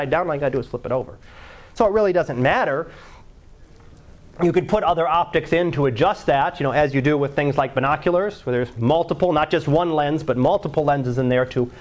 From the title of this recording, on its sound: Live Class Lecture 2012 Sep 12